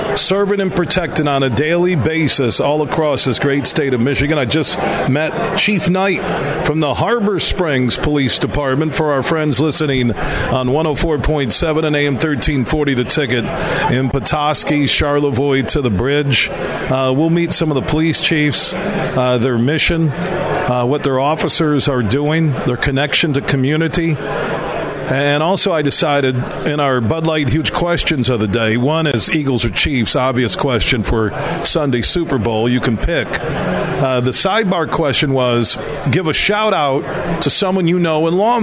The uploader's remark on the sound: Today, we're broadcasting live from the Annual Michigan Association of Chiefs of Police Convention at the Amway Grand Plaza in Downtown Grand Rapids.